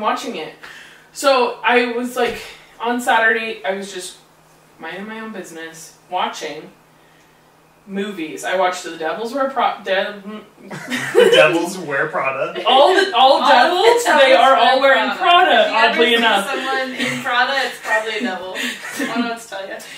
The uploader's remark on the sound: SNEAK PEEK Episodes are episodes we made in trying to determine how the pod would work, as such there are some less than desirable audio and video issues as well as general awkwardness.